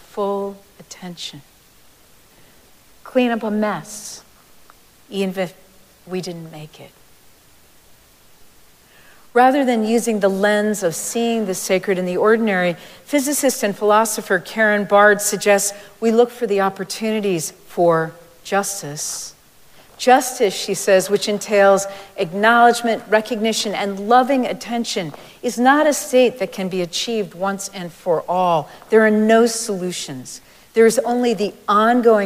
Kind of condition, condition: setting, large echoing room